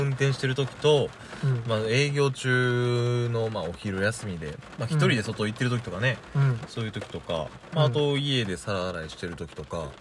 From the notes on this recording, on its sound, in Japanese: 車中収録の為、雨の音が入ってますが…一種のBGMだと思ってお聞きください。雨音ASMR仕様。